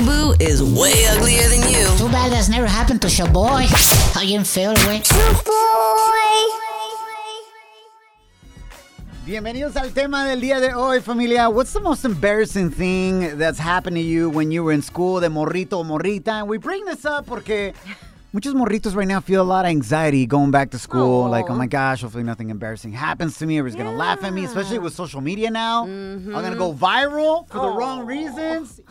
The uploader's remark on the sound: We opened up the phone lines and asked the listeners what their most embarrassing moment in school was.